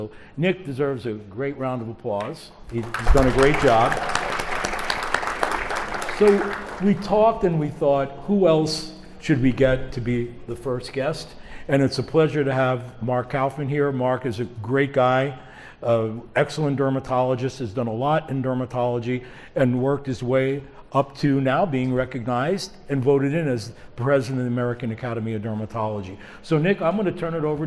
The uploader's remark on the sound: Recorded Live at the Real World Dermatology For Residents Conference in Las Vegas, NV. In front of a live audience from the Real World Dermatology For Residents Conference at the Sahara Hotel and Casino in Las Vegas, NV.